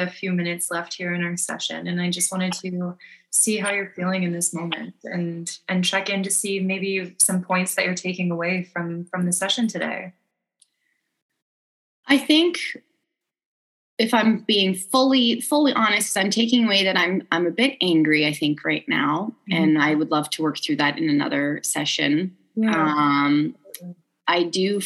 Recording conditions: video call